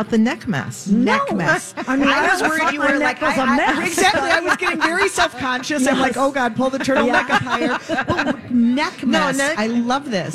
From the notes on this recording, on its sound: Live at Max's Fine Jewelry!